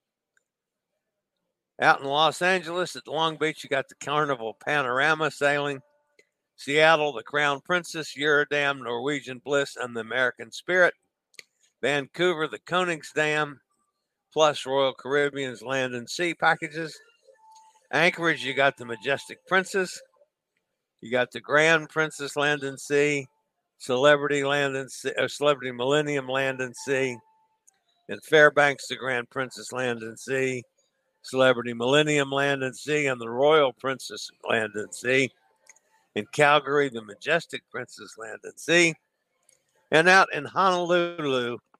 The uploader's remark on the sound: LIVE from Quantum of the Seas